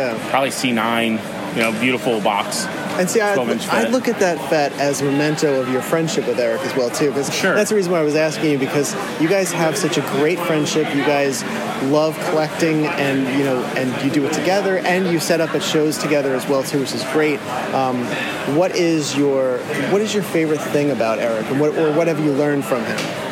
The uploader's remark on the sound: Live From The Toys For The Ages Expo